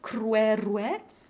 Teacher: with W open E in both syllables, crere, with no W, just the open E, or cruere, which we would phonetically spell as K-R-W epsilon R epsilon, only using the W in the first syllable.